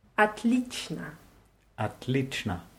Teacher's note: Das Wort schreibt man mit O am Anfang, wird aber mit A ausgesprochen.